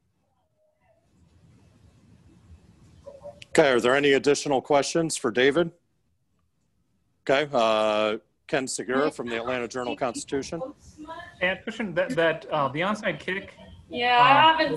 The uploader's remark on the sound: Postgame Press Conference